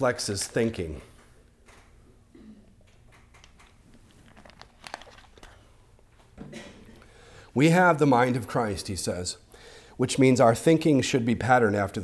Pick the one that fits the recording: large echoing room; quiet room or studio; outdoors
large echoing room